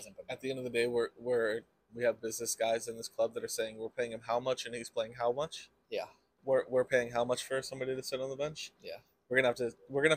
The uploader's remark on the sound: You know we had to swing by Citi Field for the inaugural Leagues Cup game! We recorded on scene at the stadium post-game.